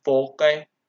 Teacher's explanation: And over time and sound changes, this eventually becomes forke, with the, an initial O with a low tone and then a uvular stop